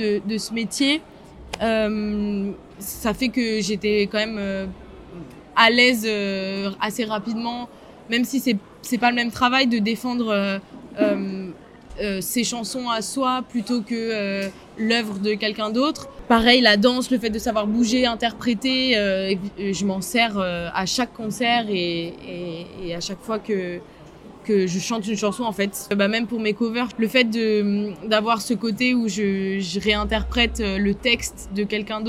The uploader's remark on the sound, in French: Épisode réalisé lors du Rose Festival 2023.